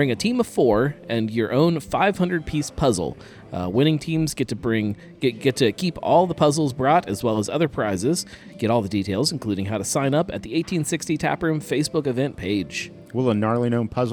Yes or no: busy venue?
yes